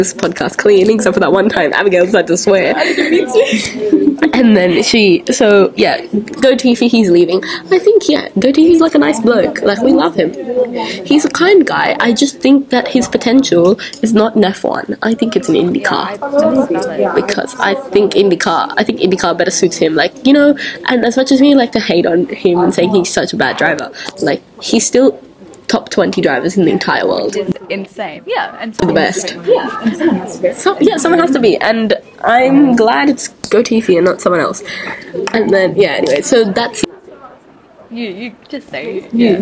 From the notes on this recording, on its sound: please do ignore background noise as we did record this during our study class